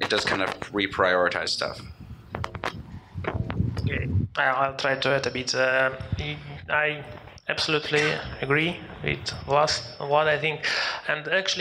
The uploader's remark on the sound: Berlin Blockchain Day Panel. A panel at the recent Berlin Blockchain day.